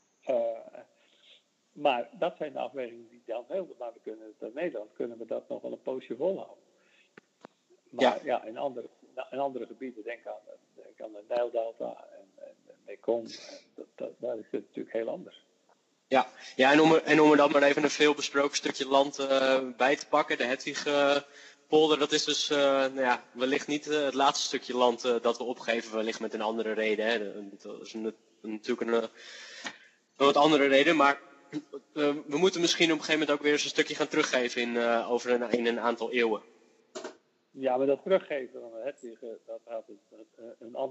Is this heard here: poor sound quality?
yes